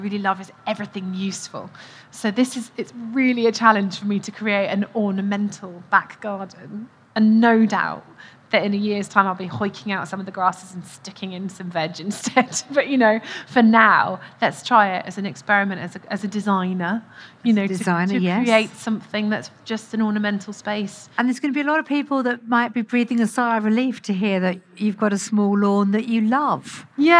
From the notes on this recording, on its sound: Recorded at BBC Gardeners’ World Live